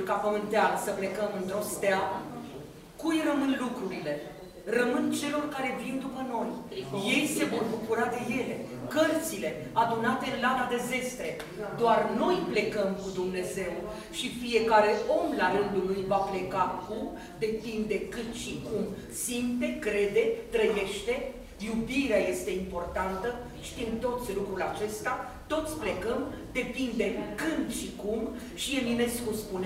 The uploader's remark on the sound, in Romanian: În perioada 19-22 octombrie 2022, la Galeria Artelor a Cercului Militar Naţional, a avut loc cea de-a XVI-a ediţie a Salonului de carte „Polemos” – istorie, ştiinţe politice, securitate şi apărare, eveniment prin care Editura Militară marchează an de an Ziua Armatei României. Înregistrare de la închiderea Salonului de carte POLEMOS ediția 20 22.